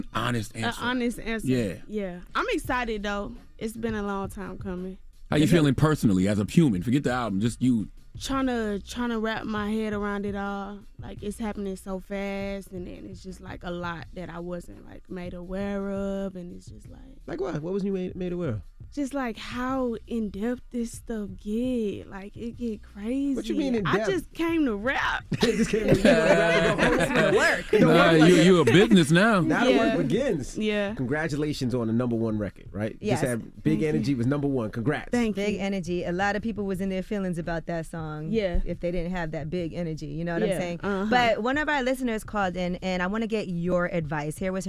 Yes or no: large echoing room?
no